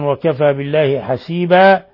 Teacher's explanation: حسيبا حال الوقف عليها نقف عليها بالألف لأنها مد عوض